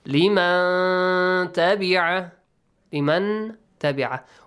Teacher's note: You hide the sound of the noon · Term: إخفاء